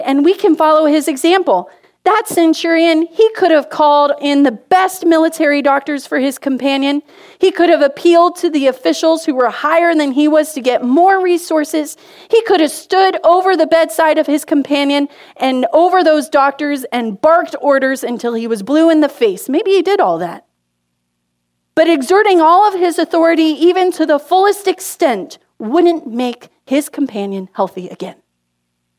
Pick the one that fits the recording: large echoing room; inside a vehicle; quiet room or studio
large echoing room